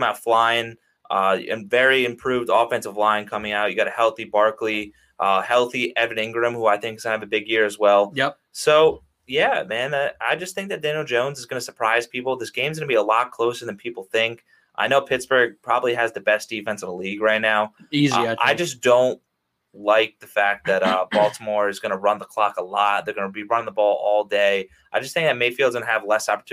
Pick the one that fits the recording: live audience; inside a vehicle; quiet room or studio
quiet room or studio